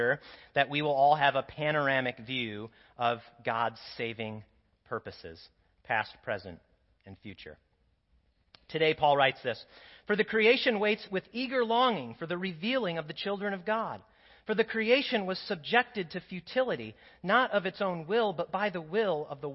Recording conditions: large echoing room